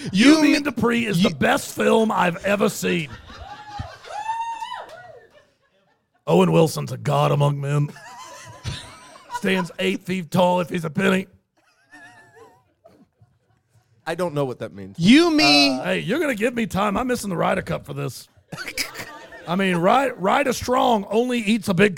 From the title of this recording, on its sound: LIVE FROM BRAMBLE FEST